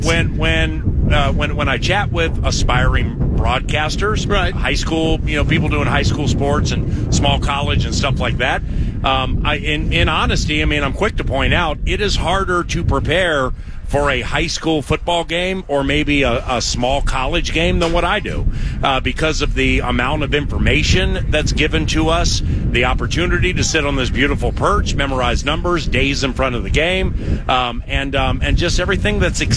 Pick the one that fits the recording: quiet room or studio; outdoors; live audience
outdoors